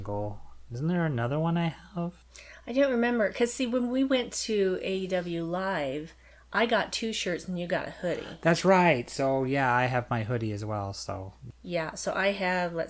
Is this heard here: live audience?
no